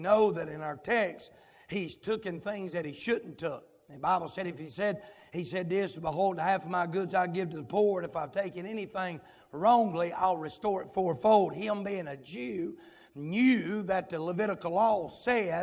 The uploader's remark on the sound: live, from Landrum Independent Baptist Church.